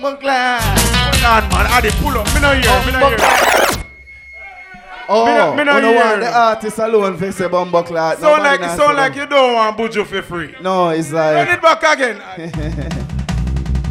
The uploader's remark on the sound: the Live Audio of the Last Do it for the Love 4 Inna Raw Stylee